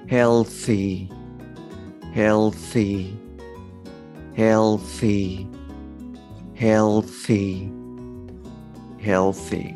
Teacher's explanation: 最初に、えー、通常の L の音を出すと。でそこから、えー、舌先を前歯と摩擦をさせながら舌を前に出しちゃう。それで TH を出すと。